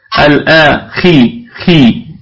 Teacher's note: الخاء في أقل درجات التفخيم لأنها مكسورة